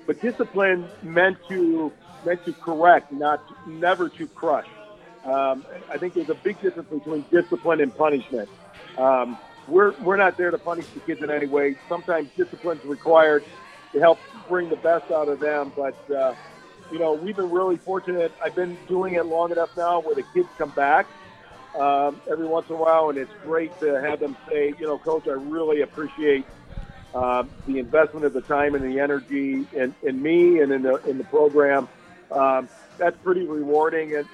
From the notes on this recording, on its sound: ON NYSEA LIVE!! We are Live from the Backyard Bar.